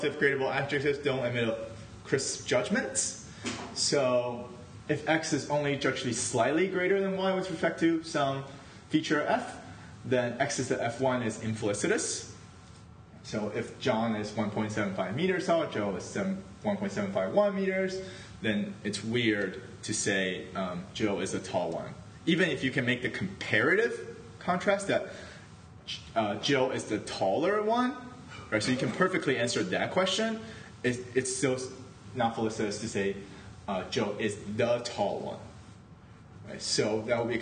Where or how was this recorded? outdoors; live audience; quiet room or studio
live audience